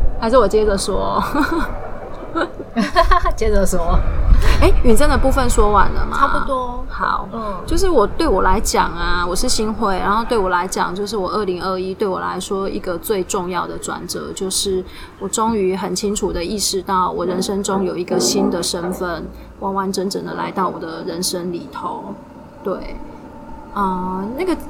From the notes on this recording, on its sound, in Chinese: 是我們第一次在戶外錄音。很多的環境音：鳥鳴聲、隔壁桌講話、工程噪音什麼的都被錄進來了。但也因為這樣，是現場感十足的一集，雖然有些噪音，但人在view很好的戶外，邊泡茶邊錄podcast，非常流動，。